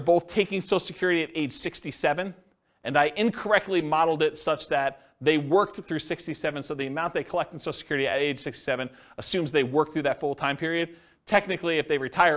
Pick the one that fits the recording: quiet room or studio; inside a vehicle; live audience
live audience